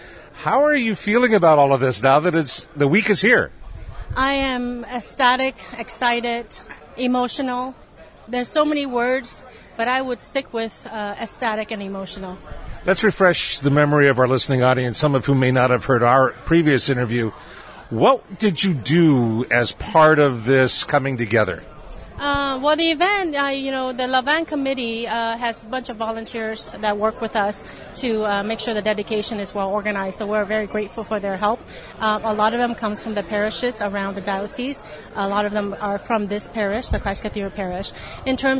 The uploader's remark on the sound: MEDIA DAY AT OUR LADY OF LA VANG SHRINE. We’re going to leave our broadcast facility in the Tower of Hope and take our mobile studio outdoors. Recently joined in the outdoor festivities at Christ Cathedral for media day.